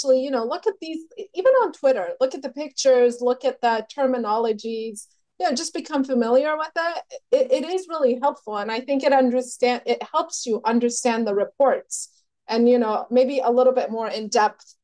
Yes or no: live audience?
no